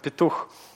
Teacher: первое «е» очень редуцированное, очень короткое. Вот, тогда получается примерно вот тот самый звук, передаваемый значком «шива». · Term: произносимый шива